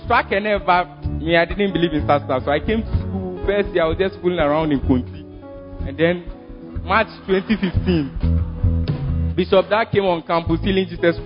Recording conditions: large echoing room